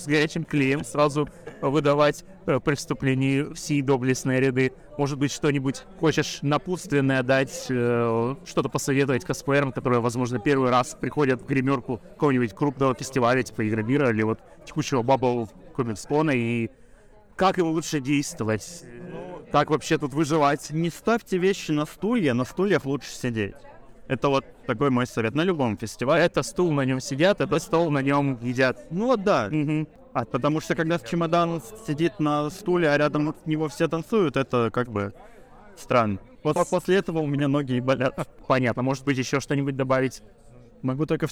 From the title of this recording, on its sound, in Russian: в выездном выпуске с Bubble Comics Con 2021